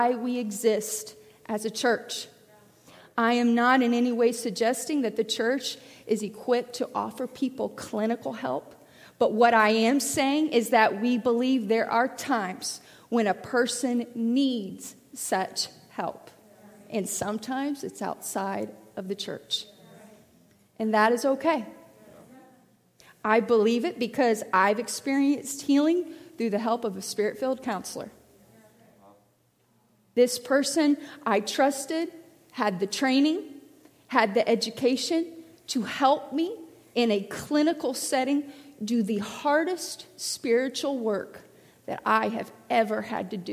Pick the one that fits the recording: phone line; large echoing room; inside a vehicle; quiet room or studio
large echoing room